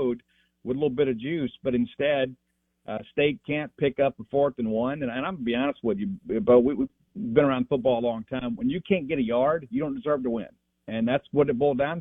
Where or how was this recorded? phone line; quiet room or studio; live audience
phone line